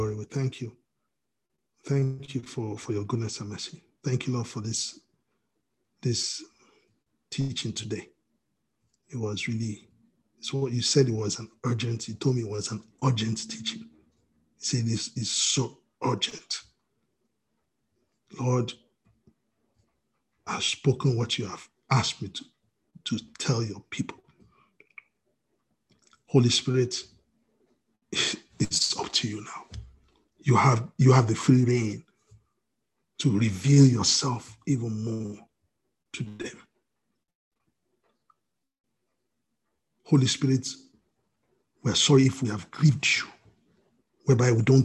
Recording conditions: video call